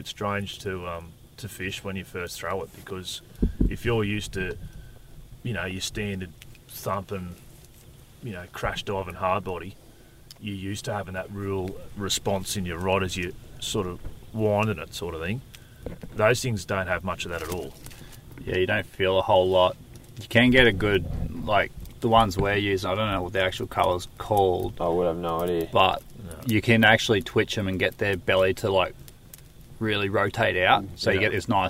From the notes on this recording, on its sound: Chat Around the Campfire: Our Camping Drift Down the Murrumbidgee River. This adventure was too special not to record a podcast on location. On night two of our three-day drift, we sat down to record an episode for the podcast.